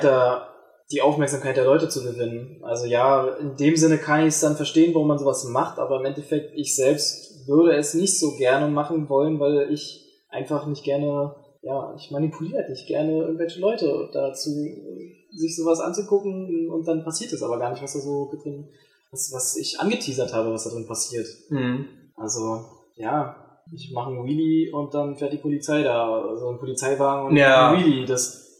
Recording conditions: poor sound quality